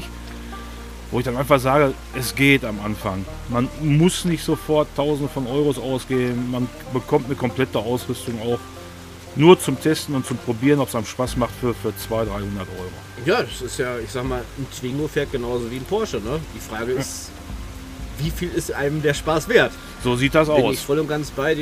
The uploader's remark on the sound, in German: An der Heidermühle. Wir nutzen die Zeit unseren ersten Podcast Live vor Ort aufzunehmen.